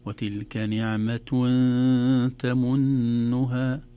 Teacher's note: التنوين بعده تاء الإخفاء